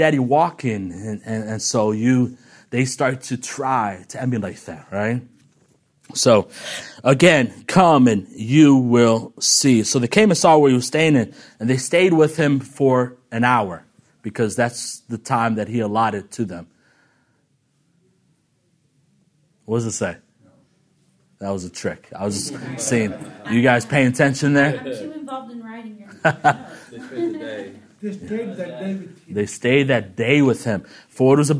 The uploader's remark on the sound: This episode is from Legacy Disciple, recorded at the National Disciple Making Forum.